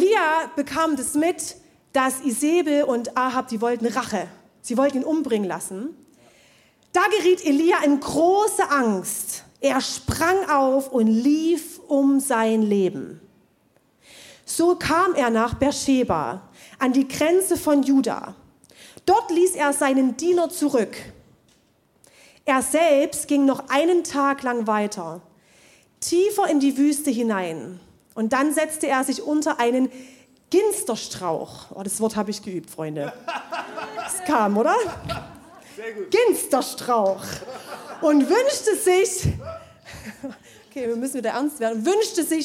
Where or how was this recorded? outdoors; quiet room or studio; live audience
live audience